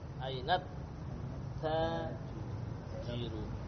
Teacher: Ini nun langsung ke ta. Tidak lagi aina al. Tidak pula aina at-tajir, langsung ke ta. · Term: diidgham